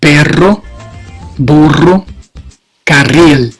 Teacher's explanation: Cuando es doble, R también es fuerte y vibrante.